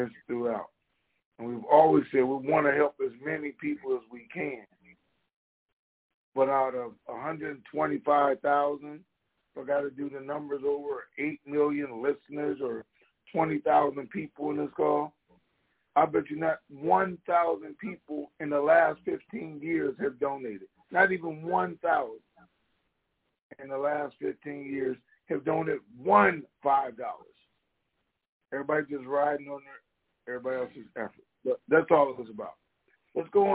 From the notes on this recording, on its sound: TNTSuperfantastic Conference Call